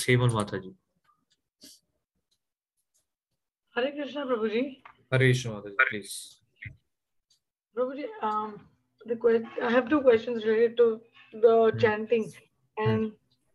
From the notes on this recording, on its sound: Zoom classes.